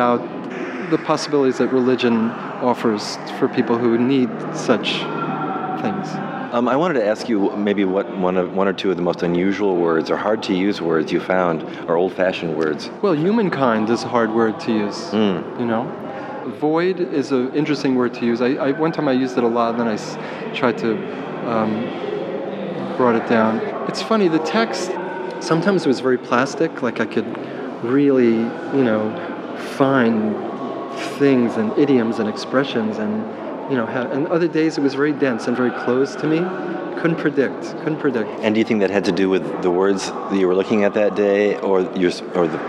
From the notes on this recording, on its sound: We’ll join a media preview tour of San Francisco’s new Contemporary Jewish Museum. We’ll join a media preview tour of San Francisco’s new Contemporary Jewish Museum.